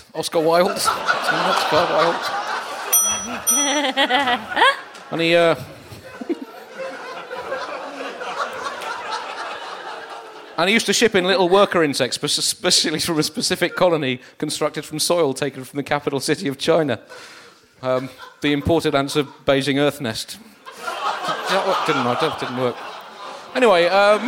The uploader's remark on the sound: Recorded live at the Sugar Club in Dublin – part of our UK tour and the Dublin Podcast Festival.